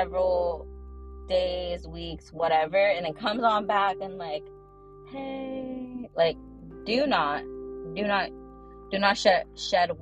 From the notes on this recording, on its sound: In the Car EPISODE!!!!